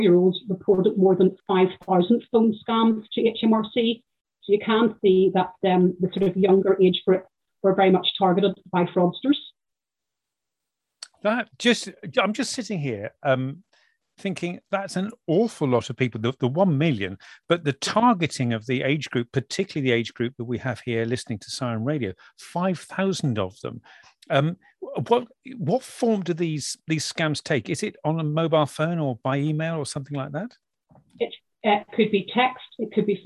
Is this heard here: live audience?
no